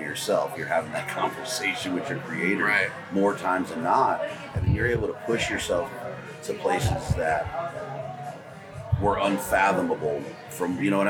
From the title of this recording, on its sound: Live From Western Hunt Fest